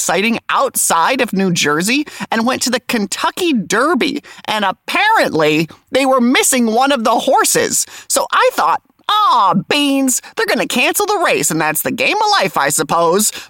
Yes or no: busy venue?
no